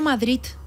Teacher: la D final la fem T perquè el caràcter sonor li llevem · Term: Ensordim